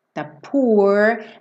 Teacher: quando a gente tem esses dois O's, a gente tem esse som U comprido